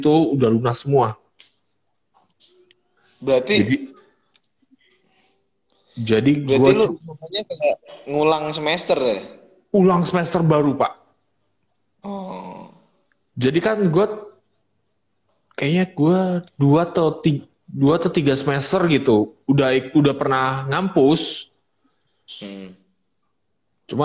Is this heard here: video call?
yes